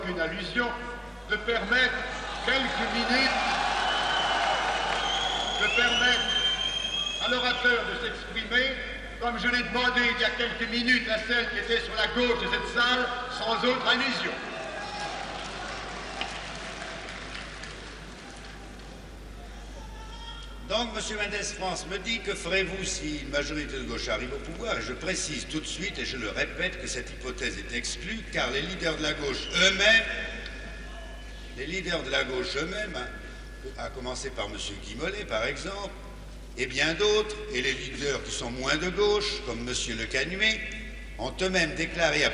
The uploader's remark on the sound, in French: Conférence à l'Assemblée nationale.